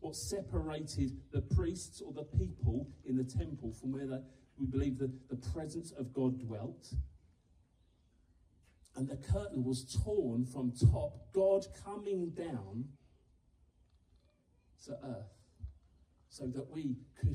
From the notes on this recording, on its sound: live up at the Garden Stage in the grounds of Oak Hall Manor